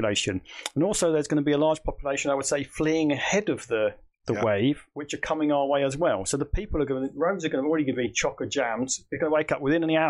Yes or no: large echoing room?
no